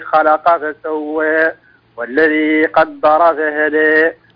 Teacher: كأن التقليل زايد شوية، كأنه قريب من الإمالة الكبرى